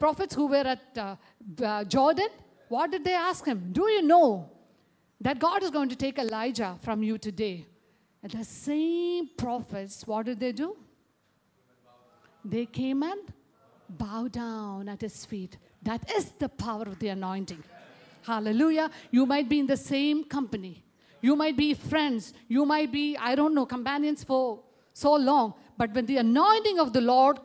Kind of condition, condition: setting, large echoing room